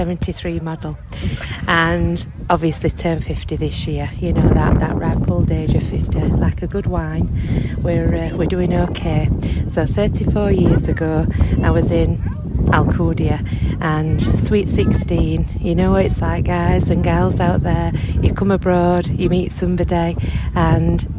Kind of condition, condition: setting, outdoors